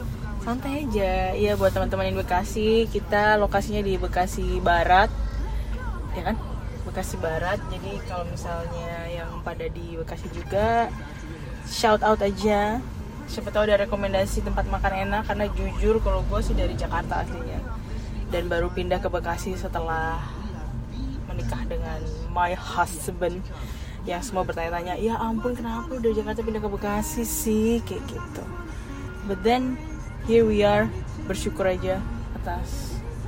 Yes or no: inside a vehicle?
yes